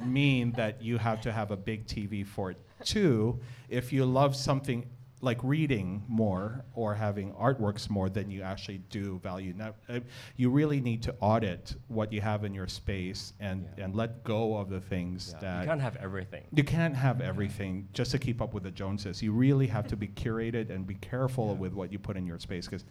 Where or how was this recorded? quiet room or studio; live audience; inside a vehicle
live audience